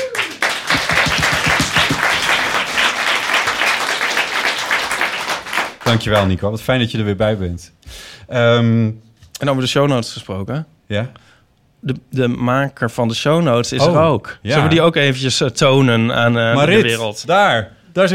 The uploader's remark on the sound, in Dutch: Live vanaf het Oorzaken festival. Live op het Oorzaken Festival in Amsterdam.